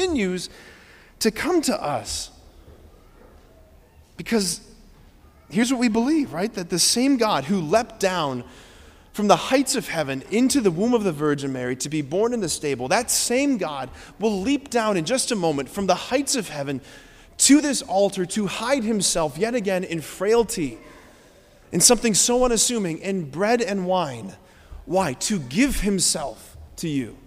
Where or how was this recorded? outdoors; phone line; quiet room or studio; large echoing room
large echoing room